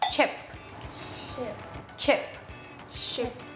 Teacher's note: แต่เสียง chมันจะแบบมีลูกเล่นนิดนึงออกมาแต่ออกไม่หมดมันจะเป็นลมแบบปุ๊บเดียวเท่านั้นค่ะ